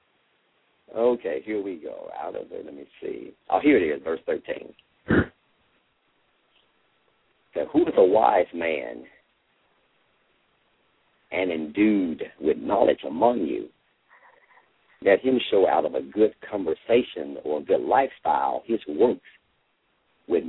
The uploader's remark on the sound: LML uses a progressive live call in format.